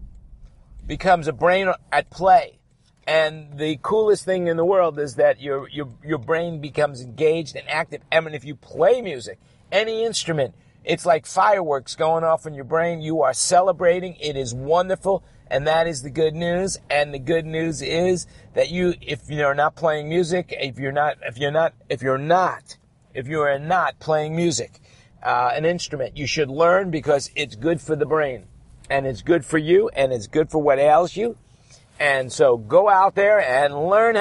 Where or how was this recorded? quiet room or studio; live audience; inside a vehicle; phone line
inside a vehicle